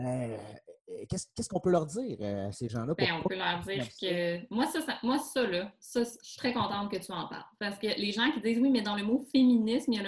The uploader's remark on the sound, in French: La classe a eu lieue sur Zoom.